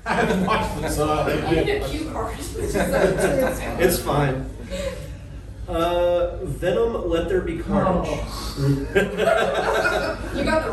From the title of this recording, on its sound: Pensacon 2023 Panel